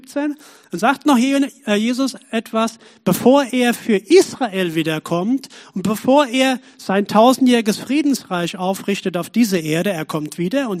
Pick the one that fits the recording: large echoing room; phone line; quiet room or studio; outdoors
large echoing room